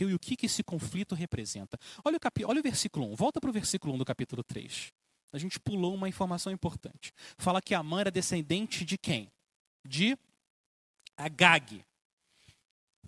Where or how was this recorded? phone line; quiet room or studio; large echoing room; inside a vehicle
large echoing room